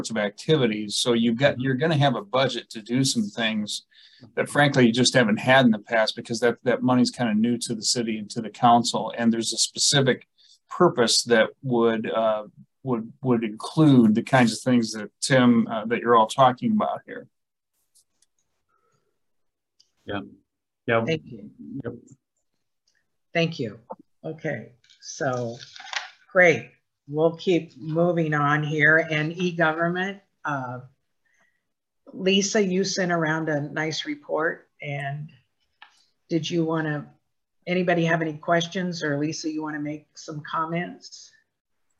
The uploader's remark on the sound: University Heights City Council Meeting. Was held on Zoom.